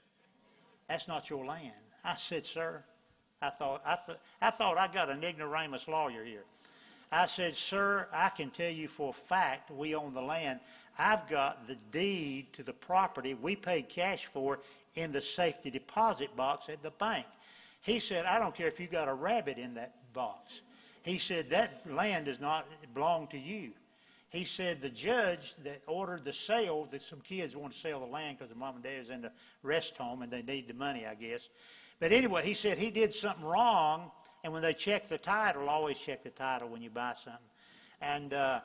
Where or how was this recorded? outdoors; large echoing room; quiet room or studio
large echoing room